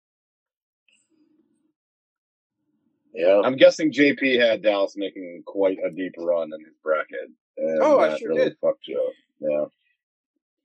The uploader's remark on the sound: due to the weather we had to group call in this week.